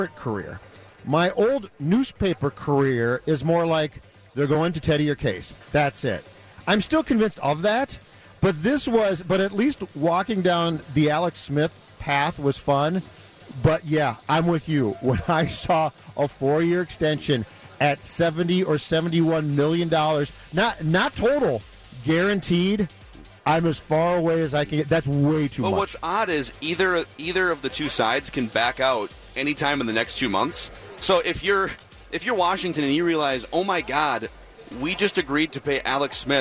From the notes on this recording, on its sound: live from Radio Row all week